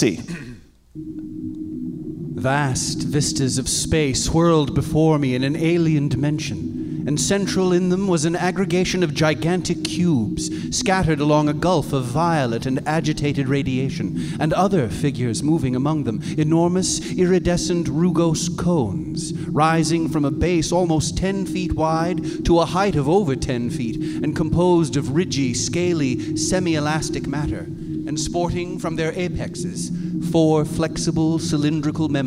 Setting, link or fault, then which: setting, live audience